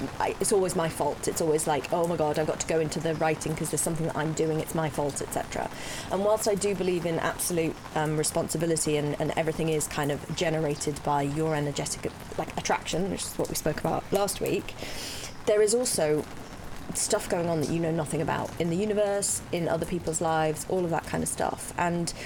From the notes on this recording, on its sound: Rain, trains and even walk-on bit-parts. This week’s podcast is a feast for the senses - and we apologise in advance for the audio high-jinks. We’ve done our best to clean it up but you WILL hear rain in parts. You will also hear laughter as our team battle the elements…